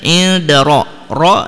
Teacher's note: di sini dibaca dengan tebal dan di sini ro-nya adalah ro tafhim karena ro kecil karena huruf qalqalah berharokat sukun.